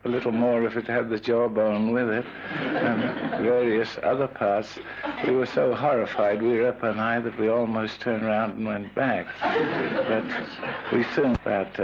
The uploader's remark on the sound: From the archives, recorded at a civic reception in Dunedin in 1949.